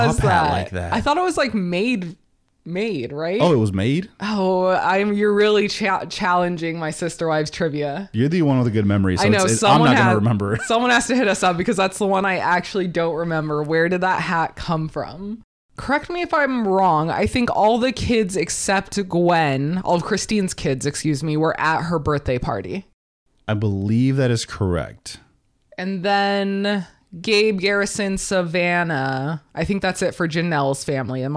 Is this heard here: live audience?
no